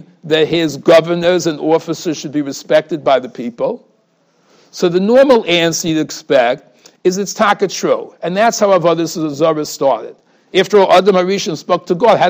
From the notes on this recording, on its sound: Shiur recorded in Yeshivas Ohr Reuven, Monsey, NY.